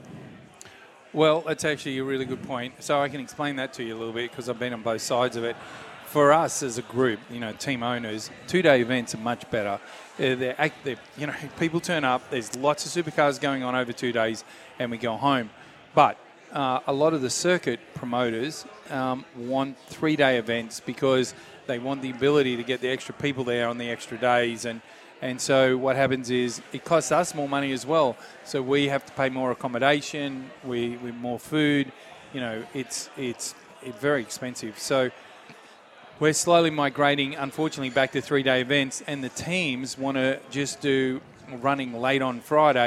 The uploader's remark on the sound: we broadcasted the show live from The Star on the Gold Coast